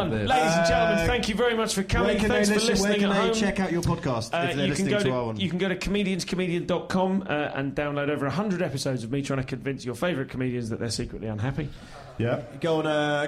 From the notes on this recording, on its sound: Live from the Phoenix in Oxford Circus